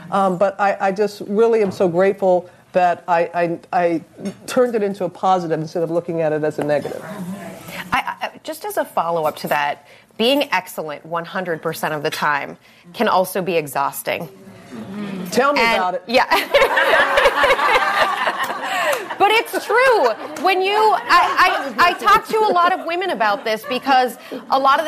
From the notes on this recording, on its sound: No Limits brings you our first episode recorded in front of a live audience in Manhattan, New York at the Overarching Success Power Lunch.